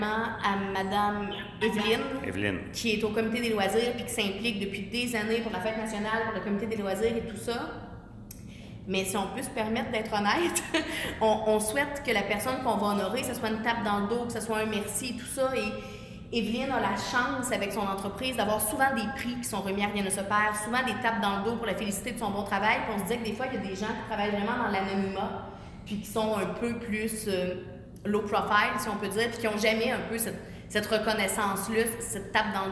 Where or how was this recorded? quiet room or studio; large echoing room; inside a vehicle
large echoing room